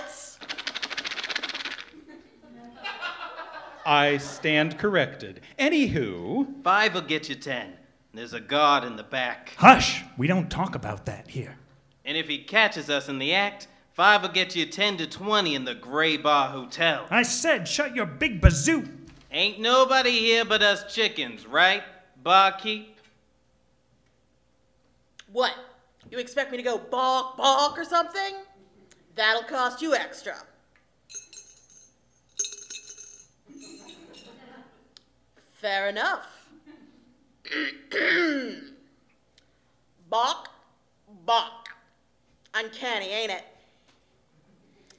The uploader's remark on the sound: Recorded live at the Know Theatre of Cincinnati, Ohio.